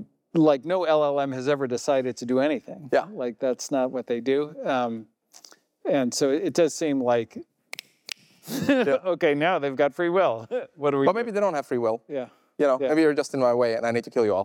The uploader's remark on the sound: recorded August 2023 at a live event in San Francisco.